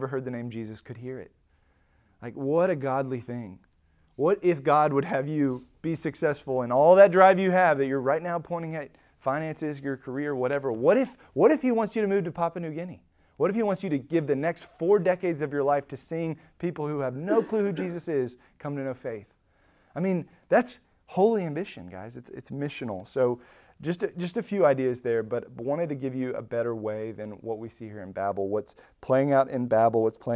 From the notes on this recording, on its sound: Recorded at Emmaus Church in Buford, GA.